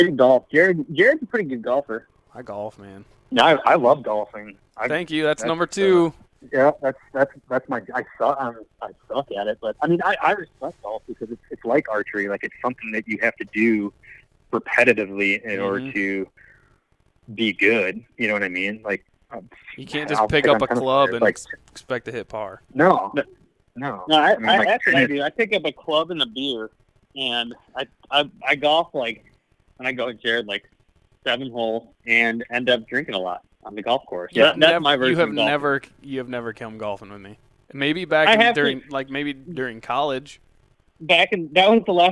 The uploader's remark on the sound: This episode was recorded back in Early spring when everything in Michigan was shut down. I had to call in myself, so the audio is a little iffy.